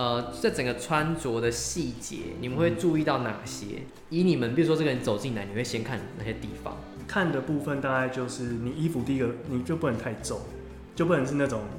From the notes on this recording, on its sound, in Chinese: 這集來到回音的最高點，真的好需要一個讚的錄音場地啊～。但其實聽一分鐘之後就習慣了。